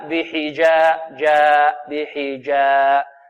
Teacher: الجيم هنا مرققة والراء مفخمة، فنحذر من تقليل الفتحة، فتحة الجيم وكذلك الألف التي بعدها